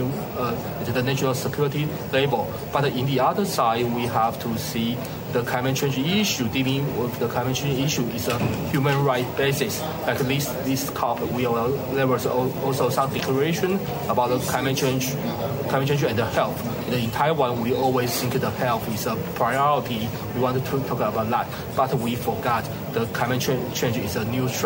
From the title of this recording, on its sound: Live from COP28